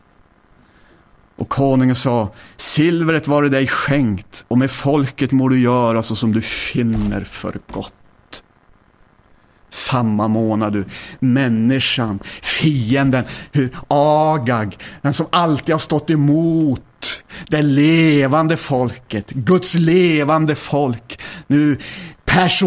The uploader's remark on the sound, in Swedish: inspelad 16 februari 2010 kl 19 på Bällsta Missionscenter